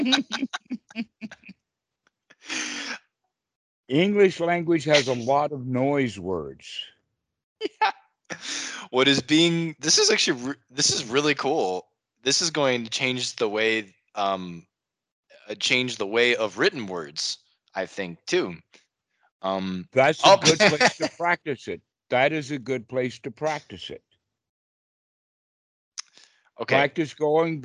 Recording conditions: video call